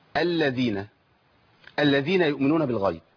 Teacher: دي في كده لام عندك وقعت، انت بتقول الذين هي الذين لابد من ضبط الايه واظهار لامين لما تشدد. يبقى ناخد بالنا في حال تشديد من اظهار لامين